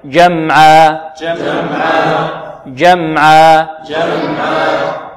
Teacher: حرف شديد، جاء جمعا، والألف في آخرها لا نمدها أكثر من حركتين ولا ماذا؟ ولا نقف عليها بهمزة